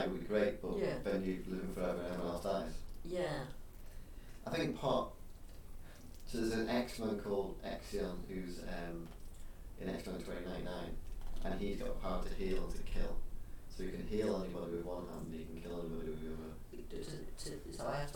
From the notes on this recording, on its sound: This has some poor sound quality and have done my best to clear it up. It was to much fun to scrap hopefully it is audible.